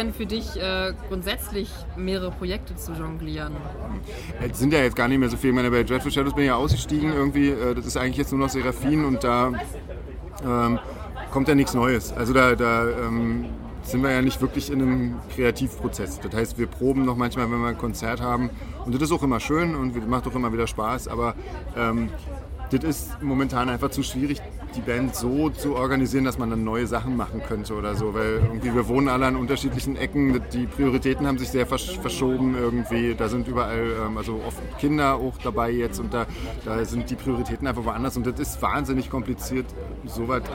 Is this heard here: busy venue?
yes